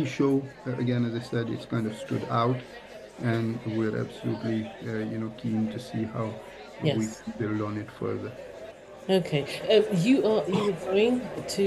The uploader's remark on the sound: LIVE at Excel London - London EV Show 2023